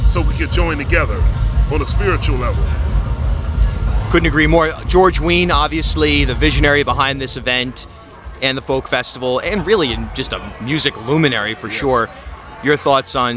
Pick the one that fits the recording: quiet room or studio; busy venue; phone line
busy venue